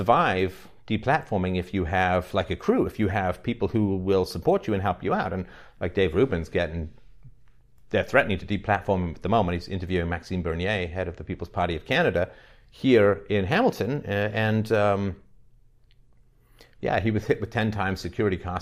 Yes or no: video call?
no